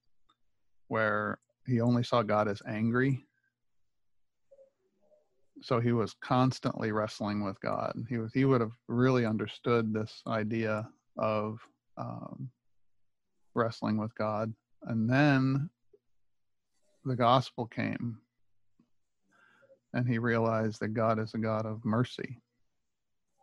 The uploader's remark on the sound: my ZOOM recorded Bible Classes